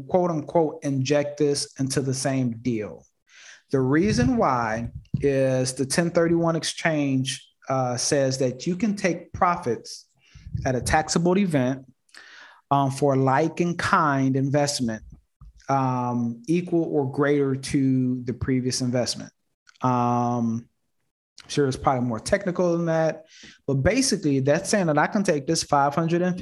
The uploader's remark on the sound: Investors Gallery is a live call open to the public. Investors Gallery is recorded and filmed in the Art Gallery built in the home of the Principle of Dimensional Capital Partners. Through this live zoom conference.